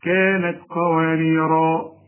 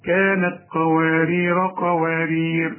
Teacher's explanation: كلمة قواريرا إذا وقفت عليها هتقف بالألف · Shown in: first take · وإذا وقفت على الثانية هتقف بدون ألف.